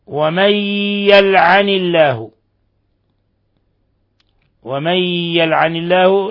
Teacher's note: إضغام بغنة، نون ساكنة جاء بعدها الياء